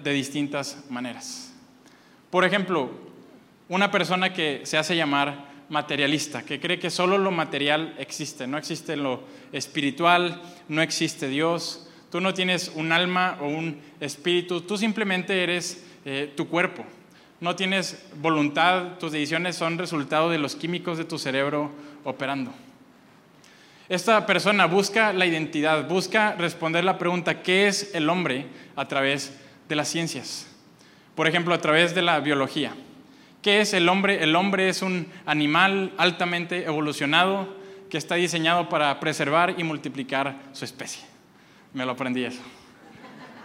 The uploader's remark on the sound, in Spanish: Este mensaje fue grabado el domingo 25 de febrero desde Aliento en Monterrey, NL.